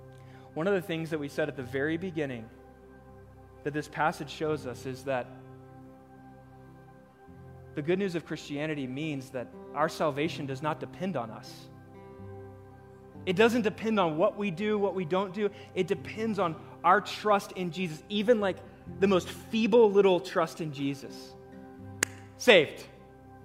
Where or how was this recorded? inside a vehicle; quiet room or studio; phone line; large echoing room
large echoing room